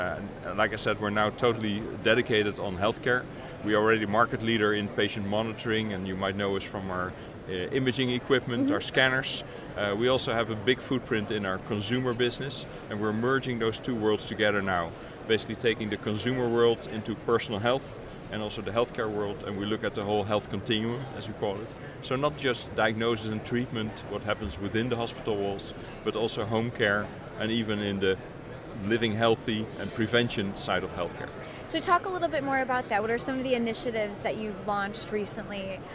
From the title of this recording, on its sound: LIVE From #HiMSS17